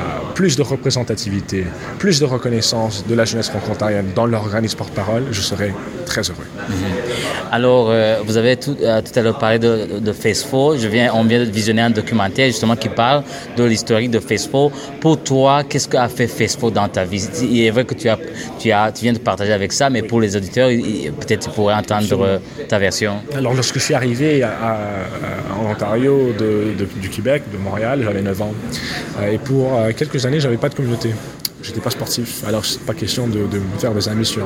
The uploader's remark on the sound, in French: Ambiance Festive au Congrès de l'AFO. A vu rassembler des délégués et membres venus des quatre coins de la province.